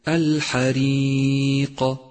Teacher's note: ثالثا، لاحظ صفة القلقلة لحرف القاف في كلمة الحريق، الحريق، وهي هنا قلقلة كبرى لأنها في آخر الكلمة، وقد لونت بالأزرق الفاتح إشارة إلى صفة القلقلة في مصحف التجويد، ولكن احذر من إتباع القاف بهمز بسبب المبالغة في القلقلة، أي هكذا الحريق، وهذا خطأ شائع صوابه الحريق.